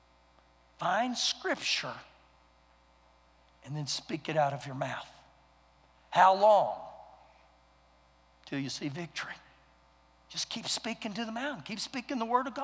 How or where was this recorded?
large echoing room